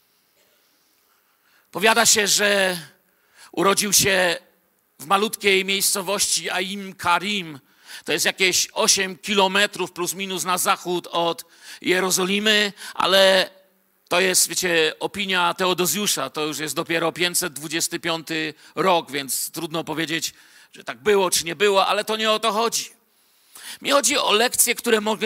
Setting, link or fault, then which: setting, large echoing room